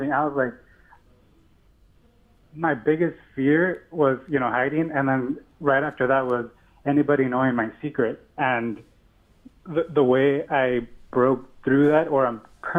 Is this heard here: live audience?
no